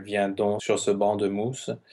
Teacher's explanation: in most cases, that C is silent. So it's just D-O nasal